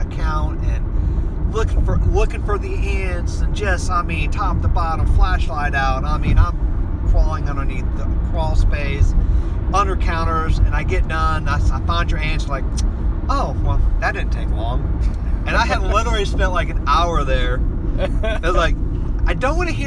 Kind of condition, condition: setting, inside a vehicle